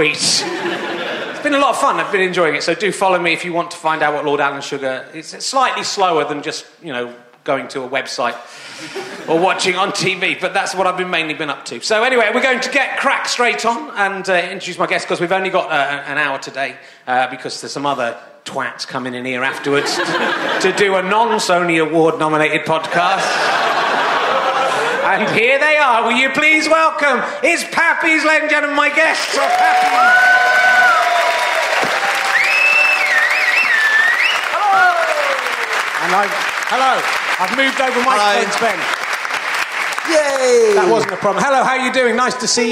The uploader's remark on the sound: it's at the Machynlleth Comedy Festival in Wales and is at the packed Y Tabernacle.